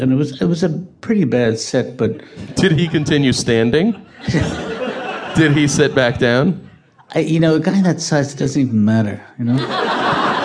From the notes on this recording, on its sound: Boston Comedy Festival. This live recording.